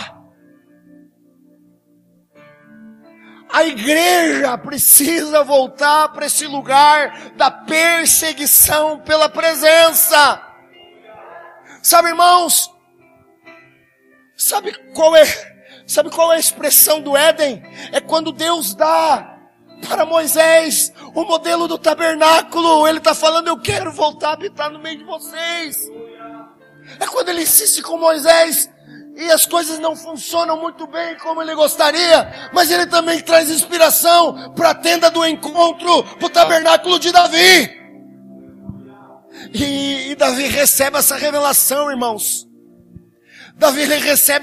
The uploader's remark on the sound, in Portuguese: Palavra gravada na Semana Inaugural da OBPC Pinheirinho